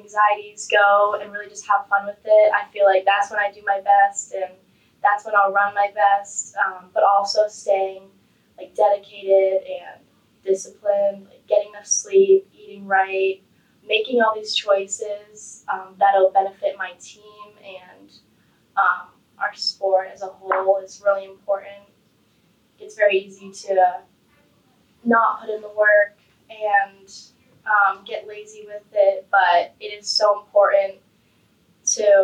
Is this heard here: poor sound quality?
yes